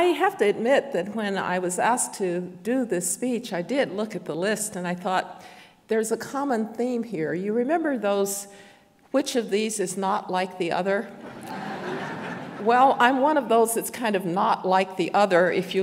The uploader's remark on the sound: we go back two weeks to March 8, 2023 for our in-person event